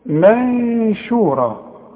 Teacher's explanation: فالشين إذا جت لنا النون هنقول منشورة، نون ساكنة بعدها شين، هنعمل فيها ايه؟ نخفيها ونغنها